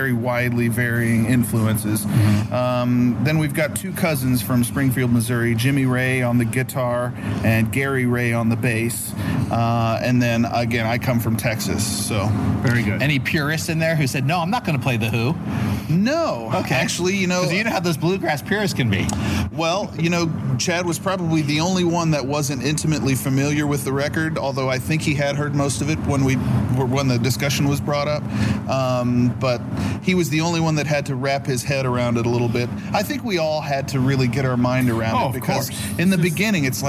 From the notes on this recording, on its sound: This is a special interview at Slim's San Francisco